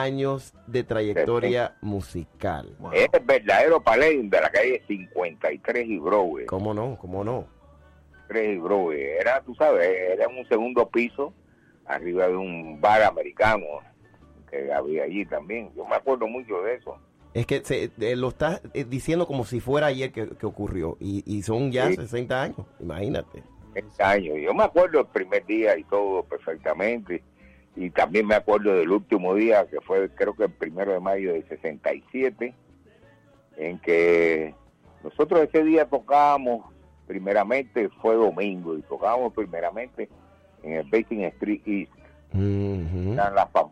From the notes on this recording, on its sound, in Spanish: Una conversación telefónica más adelante en el programa.